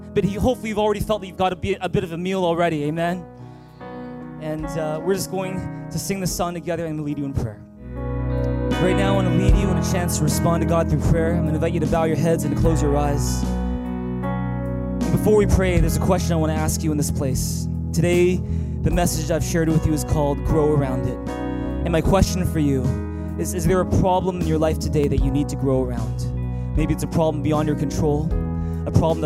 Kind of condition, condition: setting, large echoing room